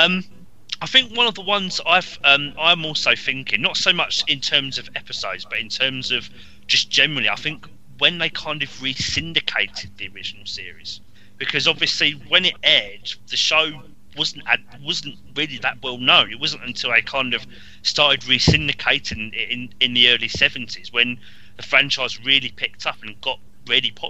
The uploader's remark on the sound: This episode had some minor sound difficulties.